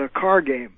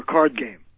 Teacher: Americans never drop the D · Shown in: second take · in when it comes after an R.